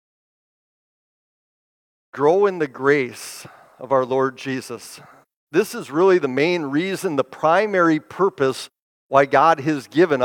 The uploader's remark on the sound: Bethany, Appleton, WI. Preached this sermon at Bethany's Sunday worship on August 20, 2023.